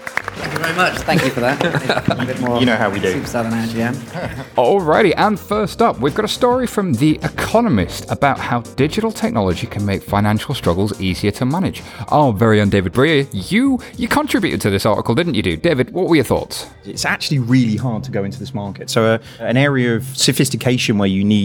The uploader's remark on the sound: We have a live audience, a later start than usual and plenty to drink.